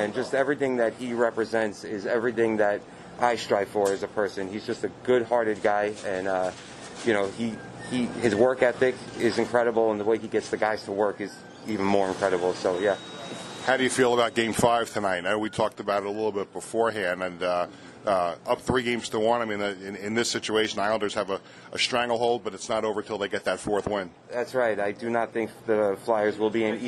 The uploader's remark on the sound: Takes the podcast on the road to the Blue Line Deli in Huntington.